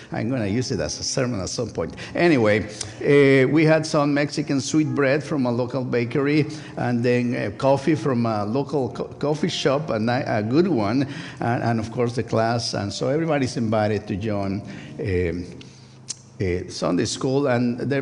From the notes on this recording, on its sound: First United Methodist Church of Pacoima. Recorded live service on September 24, 2023. We are located at 12550 Van Nuys Blvd.